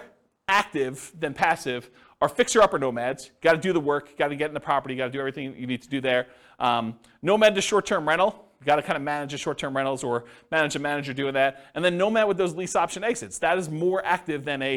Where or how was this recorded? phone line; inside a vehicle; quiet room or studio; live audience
live audience